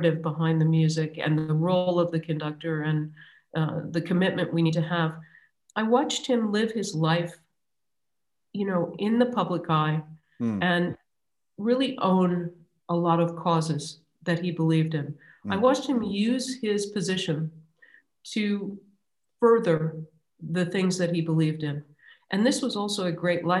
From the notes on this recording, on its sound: This interview was recorded on 21st January 2021 via Zoom.